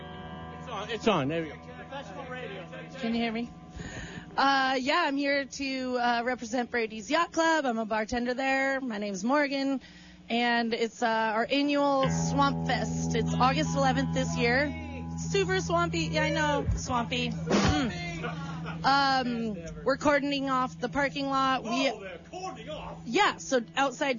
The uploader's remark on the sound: A live show from their studio in Santa Cruz.